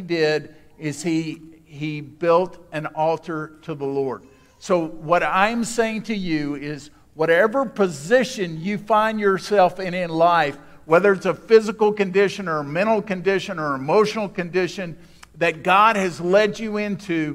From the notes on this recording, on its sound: This podcast is an audio archive of our Sunday Morning sermons.